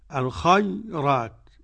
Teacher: ترقيق راء خيرات. ورقق ورش كل الراء وقبلها مسكنة ياء